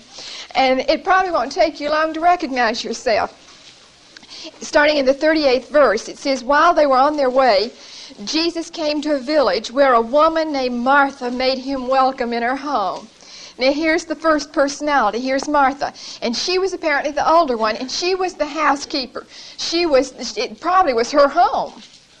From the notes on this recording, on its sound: Recorded 9/9/1975 at Whitesburg Baptist Church.